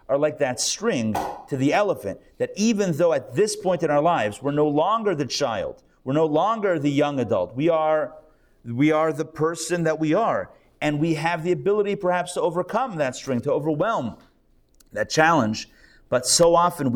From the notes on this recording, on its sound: Recorded live at The Torah Center ATL on Sunday, September 3, 2023